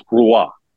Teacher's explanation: Like you kind of roll that R a little bit.